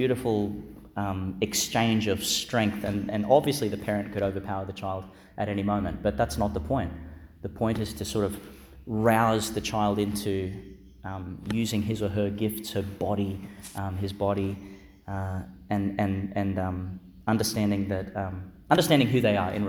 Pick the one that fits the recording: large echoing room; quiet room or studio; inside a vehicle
large echoing room